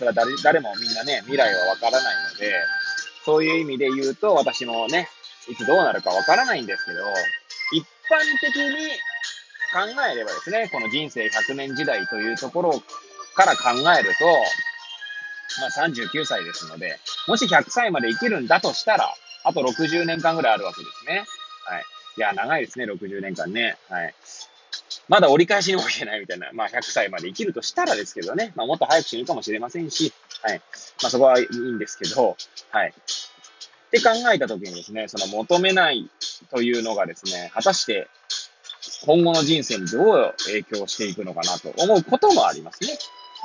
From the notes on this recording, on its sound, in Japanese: Airpods を付けた状態で、車中で収録しており、雑音などが入る可能性があり、ご容赦ください。